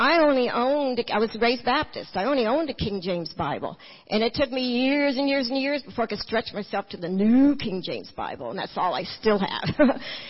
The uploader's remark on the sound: Recorded at New Hope Church in Kodak, Tennessee in 2012.